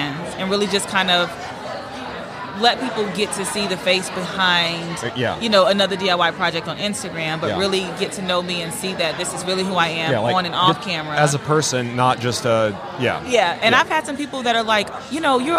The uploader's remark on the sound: LIVE from HAVEN 2022